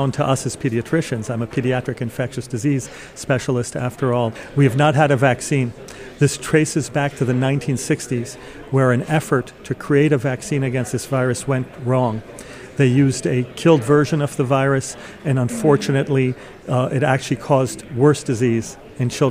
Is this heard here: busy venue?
yes